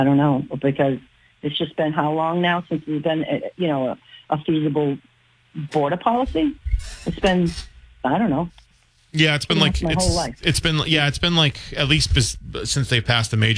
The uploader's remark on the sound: continues to take calls from the audience